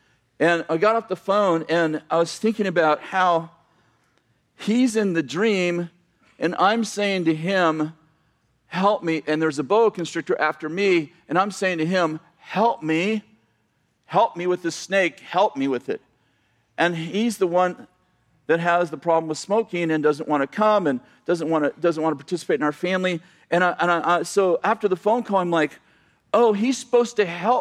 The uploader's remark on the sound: message from November 25th, 2018 at Bethel Church in Redding CA